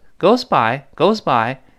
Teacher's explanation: 这个 goes 理论上应该发一个 z，但读快之后呢，往往声带就来不及震动了。Goes， goes 跟清福音几乎类似了。Goesby，Goes by 就是过去了。Faster 就刚才那个 fast，它这个比较级了。就是，呃，每一年都会过得更快一些。就是我们中国人说的，好像一年过得比一年快。哎，我们跟老师再读一遍。It seems every year goes by